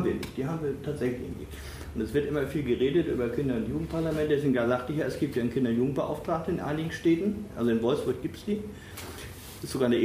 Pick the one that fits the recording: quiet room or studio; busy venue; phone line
busy venue